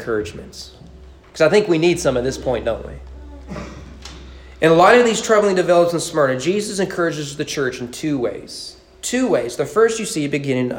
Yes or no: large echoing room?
yes